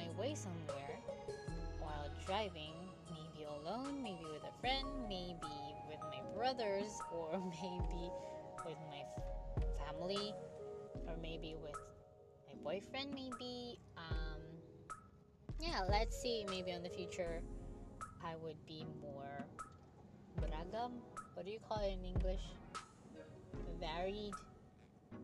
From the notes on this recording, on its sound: Sorry for the realllyy small voice, it sounded okay when I reviewed it before :/.